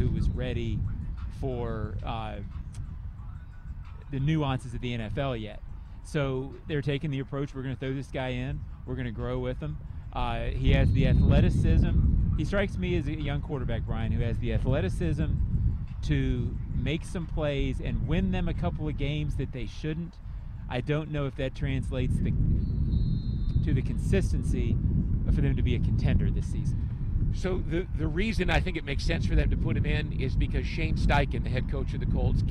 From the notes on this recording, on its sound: LIVE from the second day of joint practice with the Detroit Lions.